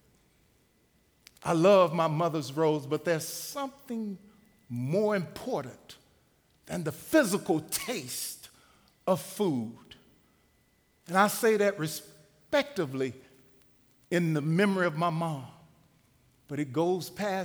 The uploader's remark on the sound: Recorded live at The Fellowship at Two Rivers on June 30, 2019.